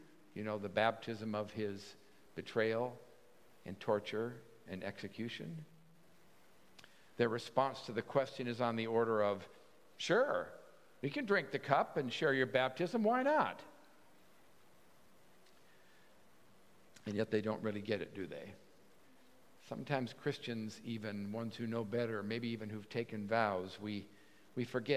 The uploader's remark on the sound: at Pender's Contemporary Worship Service